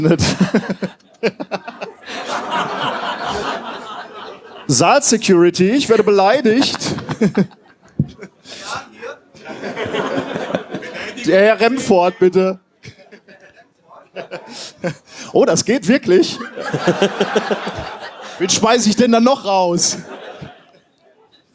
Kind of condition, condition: setting, live audience